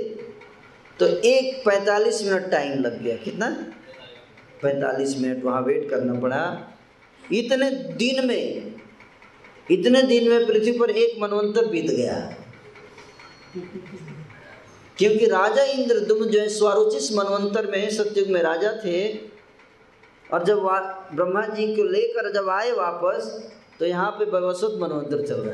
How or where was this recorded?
live audience